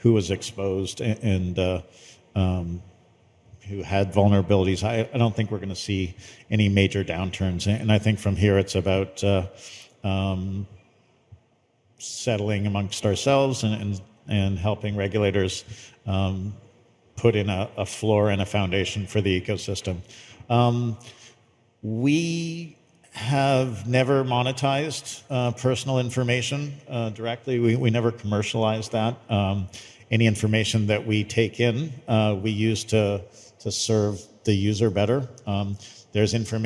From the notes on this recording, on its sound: during a fireside chat at nft now and Mana Common’s The Gateway: A Web3 Metropolis